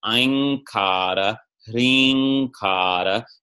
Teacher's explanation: you're going to do a velar nasal that matches the following K